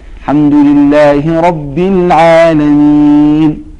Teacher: كلمة العالمين هنا الياء حرف مد وهي ساكنة وما قبلها مكسور، وأتى بعدها سكون في حرف النون في حالة الوقف، فيسمى مد عارض للسكون.